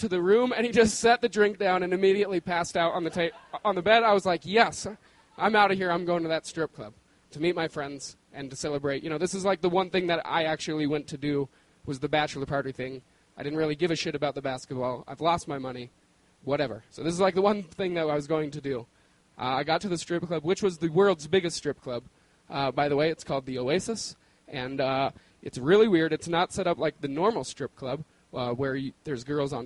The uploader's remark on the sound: The stories were recorded on January 17, 2013 at our beloved Deer Pile in Denver, Colorado.